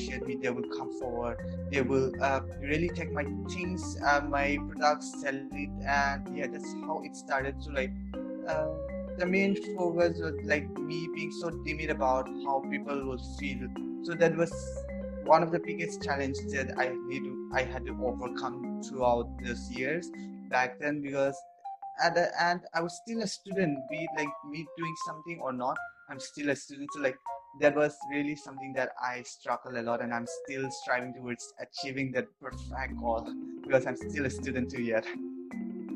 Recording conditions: video call